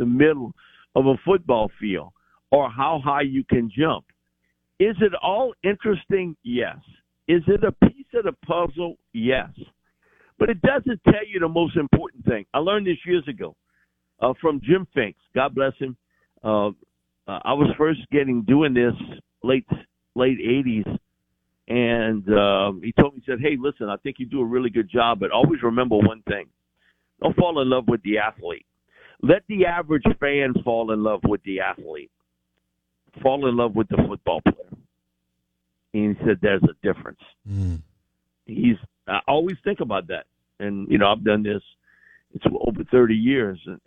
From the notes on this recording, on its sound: In the second hour of the show live in the BankPlus Studio. On the Farm Bureau guest line.